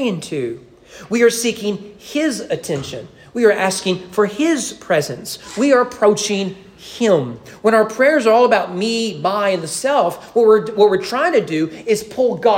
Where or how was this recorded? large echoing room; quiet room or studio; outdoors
large echoing room